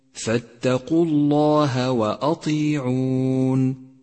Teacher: رقق الهاء من كلمة الله عند قوله تعالى فاتقوا الله وأطيعون، فاتقوا الله وأطيعون، فتفخيمها في مثل هذا الموضع خطأ شائع أيضا، أي تقرأ خطأ هكذا فاتقوا الله وأطيعون، والصواب ترقيق الهاء.